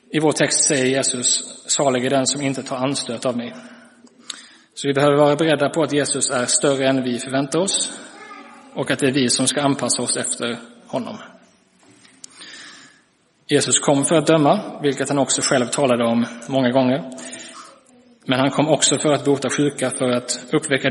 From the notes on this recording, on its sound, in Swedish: Inspelad i Roseniuskyrkan den 17 december 2023.